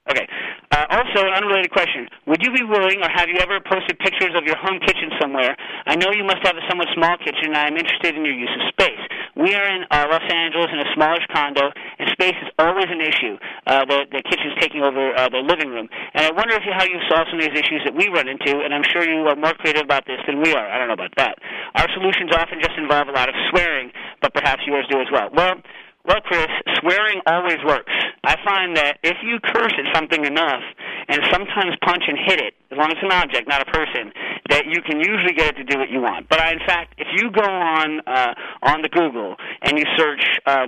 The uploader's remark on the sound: This week’s holiday episode of Cooking Issues is hosted remotely by phone.